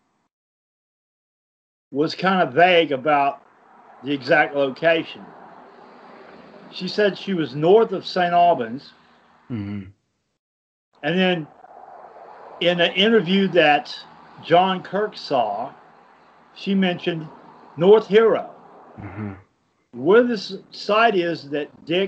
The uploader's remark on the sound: on location at lake Champlain